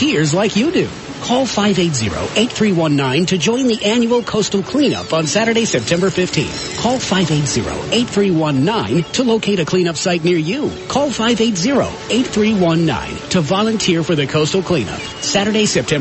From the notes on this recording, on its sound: Live from Shula's Steakhouse